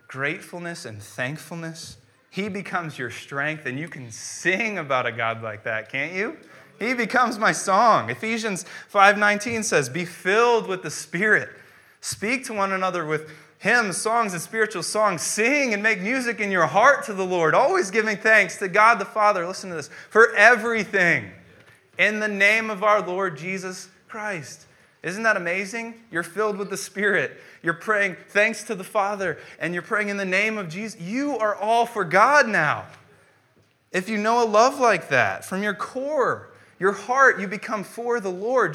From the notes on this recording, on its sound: preached on January 10th, 2015 at Veritas East